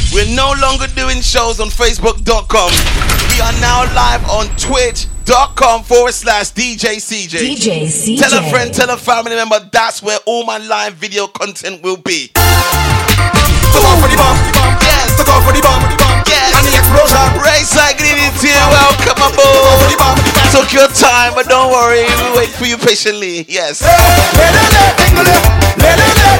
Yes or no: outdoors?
no